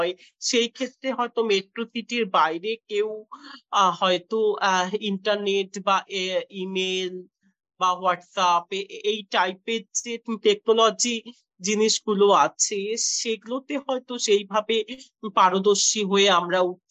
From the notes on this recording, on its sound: I am in Iowa City now. Like most of my podcast interviews, this is being done virtually via Zoom.